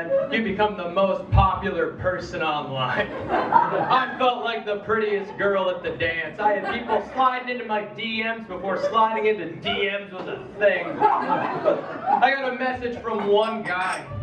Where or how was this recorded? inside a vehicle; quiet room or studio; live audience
live audience